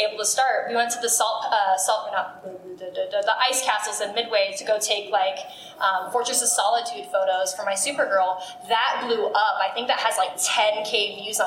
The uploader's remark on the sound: our very first live event, our panel at FanX 2022